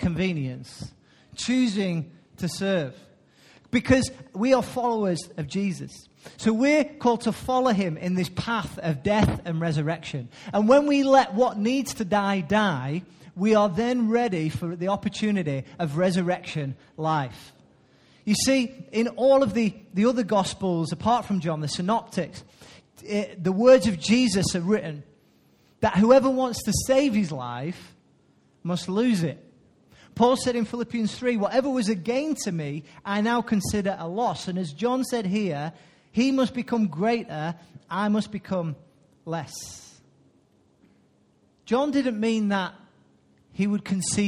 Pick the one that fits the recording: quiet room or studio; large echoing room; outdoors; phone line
large echoing room